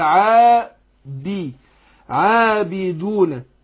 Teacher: عابدون هنا في ألف بعد العين، ألف صغيرة، يبقى أبين الألف